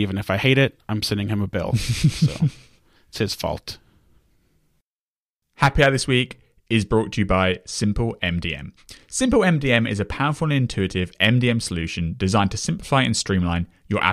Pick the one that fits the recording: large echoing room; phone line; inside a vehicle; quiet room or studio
quiet room or studio